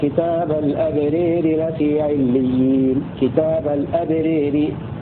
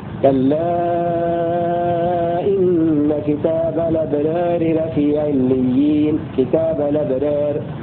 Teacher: أمال أبو عمرو المرموز له بالحاء من حجة، والكسائي المرموز له بالراء من رواته. أمال هذان الإمامان الألف الواقعة بين رأين، الثانية منهما متطرفة مجرورة · Shown in: first take